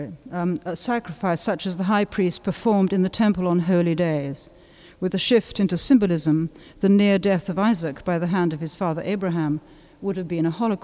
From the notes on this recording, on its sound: A talk given at the inaugural Wilding Festival at St George’s Bloomsbury, where Davison’s memorial service was held.